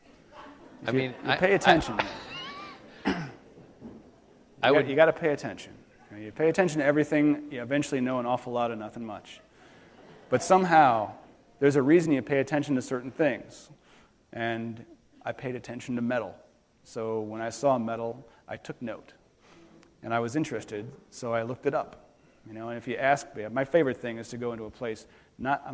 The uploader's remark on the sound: on the stage of the City Opera House in Traverse City